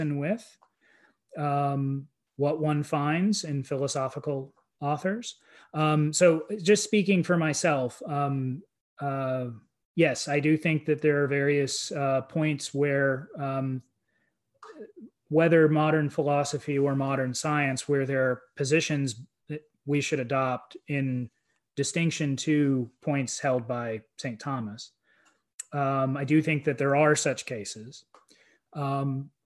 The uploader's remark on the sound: A webinar lecture